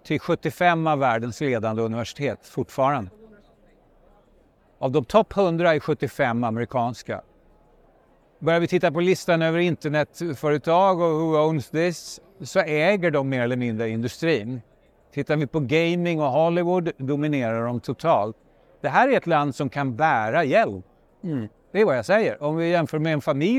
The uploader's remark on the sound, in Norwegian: live fra Oslo Business Forum